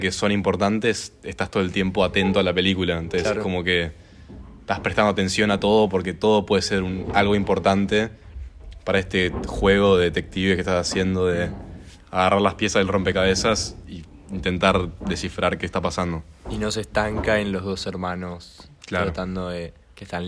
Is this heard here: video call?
no